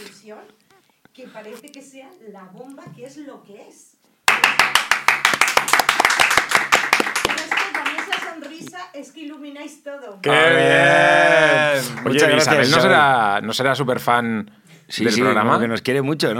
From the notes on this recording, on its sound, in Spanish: tenemos por primera vez público en el estudio